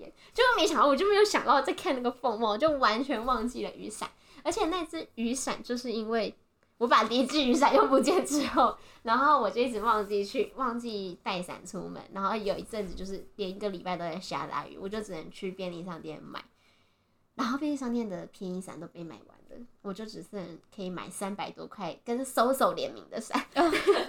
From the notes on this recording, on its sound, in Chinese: 還買不起第2支麥克風，音質請見諒